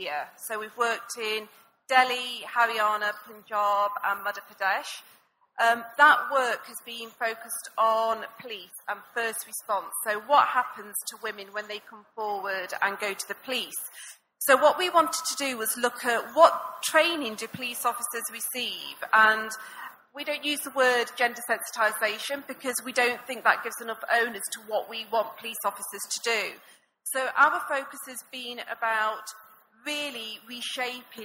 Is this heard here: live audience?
yes